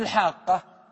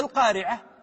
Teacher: الألف في الحاقة ليست كالألف في القارعة، الحاقة ليست كالألف التي في القارعة، لأن الألف هنا جاورها حرف مشدد، وهذا يؤدي إلى وجوب مدها أكثر، في حين أن القارعة أتى بعدها حرف مفرد. · Term: المد